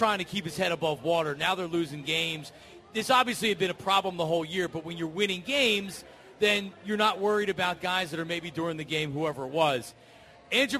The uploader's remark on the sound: Live from Chickie's